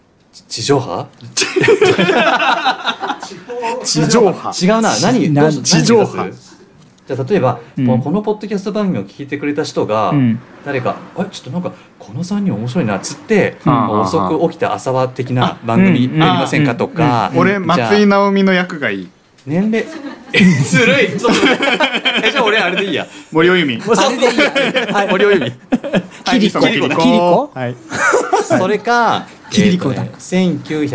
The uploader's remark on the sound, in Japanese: 公開収録。10月に行われたセンキヤセカンドストリート（フリマ）の会場でわたおじ生収録！